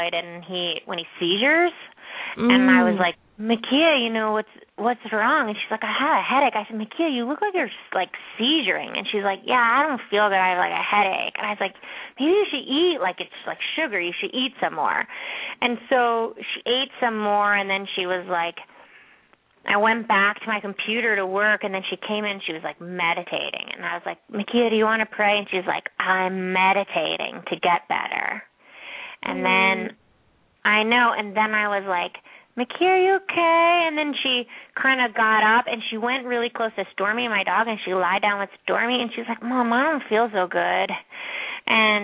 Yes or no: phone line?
yes